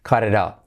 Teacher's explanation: La T de it también se convierte en R suave, la I como E